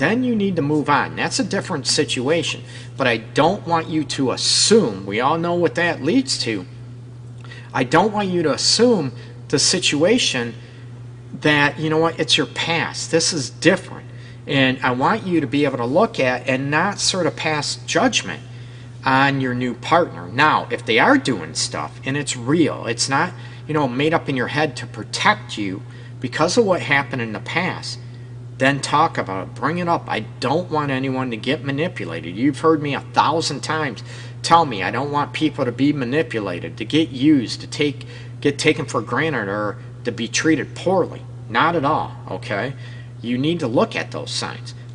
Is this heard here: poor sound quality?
no